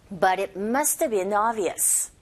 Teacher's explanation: 자, 여기서는 but it must. 자, 그리고 네, have been까지 다 하나의 덩어리처럼 but it must have been 이렇게도 발음이 들릴 수 있거든요. 그래서 말할 때 속도감이 확 붙게 되죠.